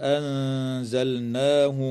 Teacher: وتخفى النون الساكنة عند الزاي مع الغنة مرققة في كلمة أنزلناه